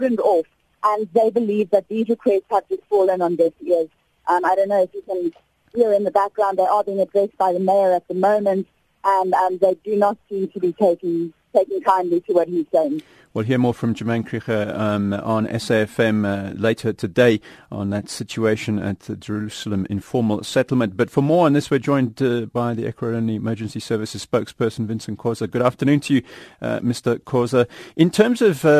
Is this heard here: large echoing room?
no